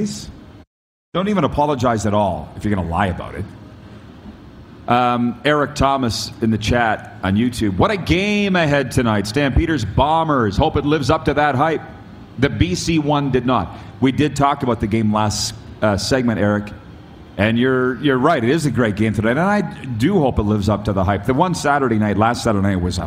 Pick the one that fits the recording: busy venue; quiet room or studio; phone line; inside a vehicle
busy venue